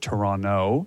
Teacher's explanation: We pronounce it Toronto, no T at the end.